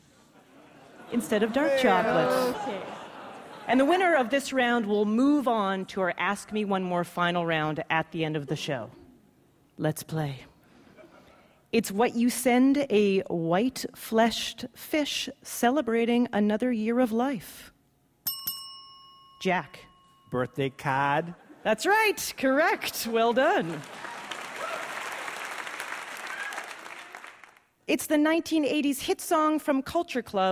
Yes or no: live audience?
yes